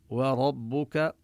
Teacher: النون الساكنة التي تظهر لفظا عند التنوين تدغم بالواو إدغاما بغنة. وربك الواو مرققة والراء مفخمة